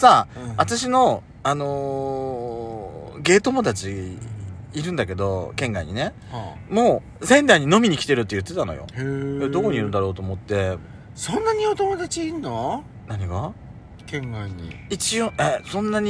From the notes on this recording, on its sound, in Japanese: パーキング収録